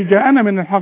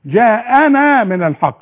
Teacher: جاءنا عند الوقف وعند الوصل نمدها الألف كاملة · Shown in: second take · ما أقولش جاءنا من الحق، جاءنا من الحق المد طبيعي.